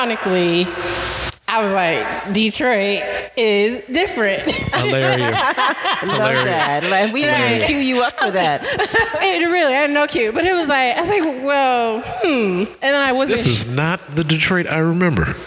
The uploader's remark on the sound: This was a live podcast at Detroit is Different Festival. Live at Pause weekly.